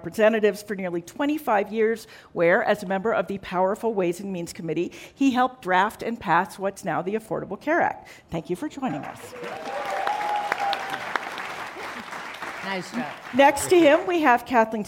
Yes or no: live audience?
yes